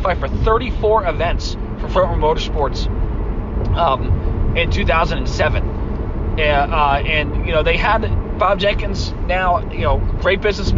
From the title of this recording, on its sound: in the Car